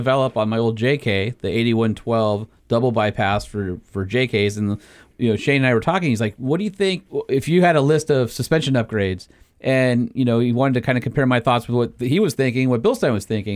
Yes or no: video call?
no